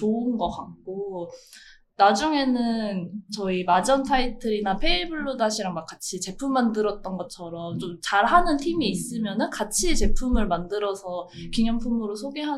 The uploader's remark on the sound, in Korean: 마이크 음질이 고르지 못한 점 양해부탁드립니다.